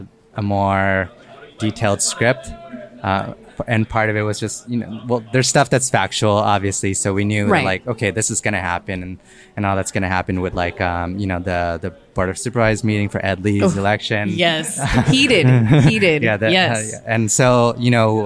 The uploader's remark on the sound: Live broadcast from the SFFilm Festival's filmmakers lounge. In this live interview.